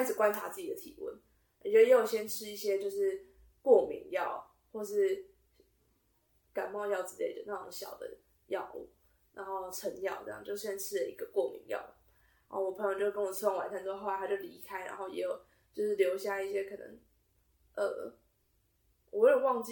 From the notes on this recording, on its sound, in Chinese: 音質因無使用麥克風而略有瑕疵